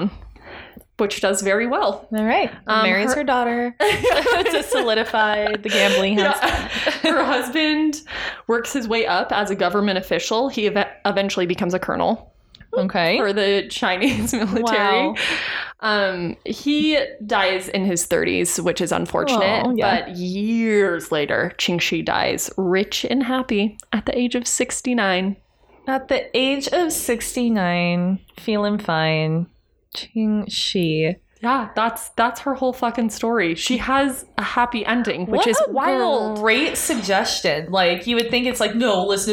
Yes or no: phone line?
no